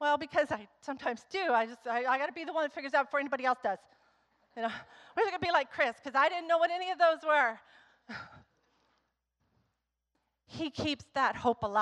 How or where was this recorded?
large echoing room